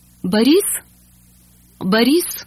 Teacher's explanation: Boris is stressed on the second syllable. And note that the O in the unstressed first syllable becomes an A.